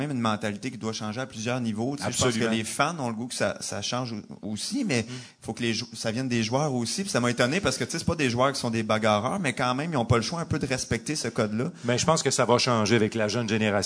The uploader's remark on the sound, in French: épisode spécial enregistré devant public